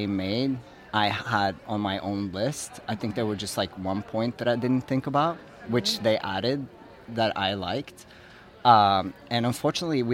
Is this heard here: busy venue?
yes